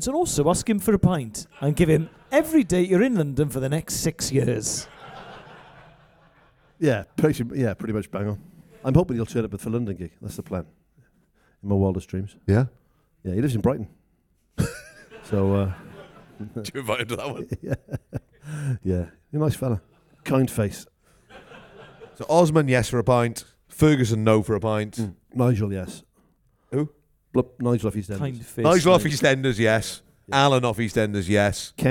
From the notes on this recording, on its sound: This week’s episode was recorded live at the Pod Live festival in London.